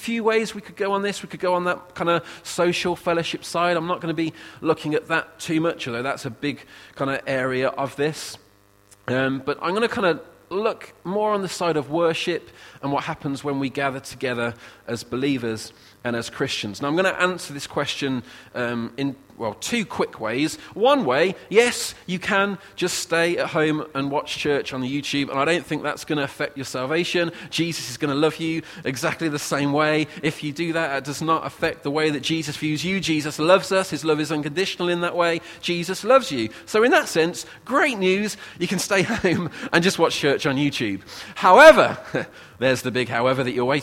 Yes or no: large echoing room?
yes